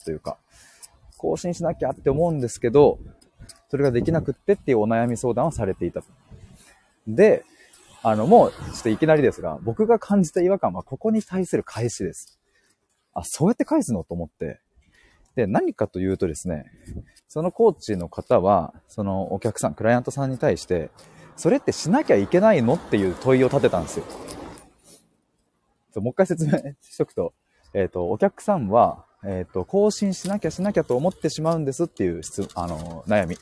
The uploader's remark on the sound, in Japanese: 歩きながら話します